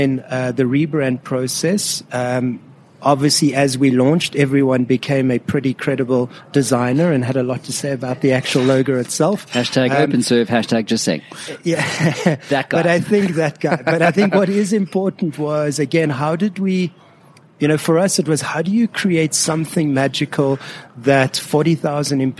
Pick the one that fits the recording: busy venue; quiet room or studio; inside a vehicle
busy venue